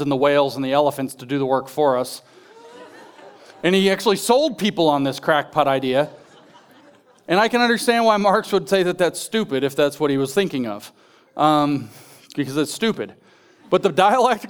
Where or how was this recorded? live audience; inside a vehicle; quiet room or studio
live audience